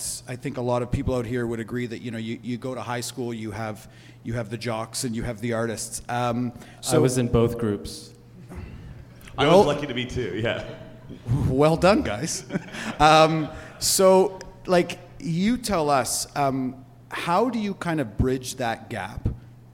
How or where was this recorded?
live audience